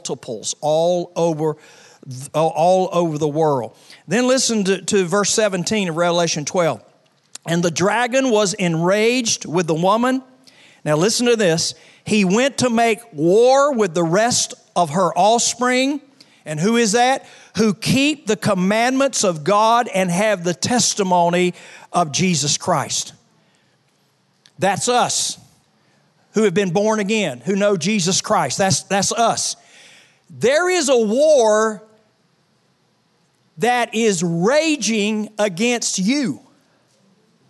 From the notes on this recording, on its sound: Was recorded on Sunday, November 3, 2019, during service at The Anchor Church in Rockport, Maine.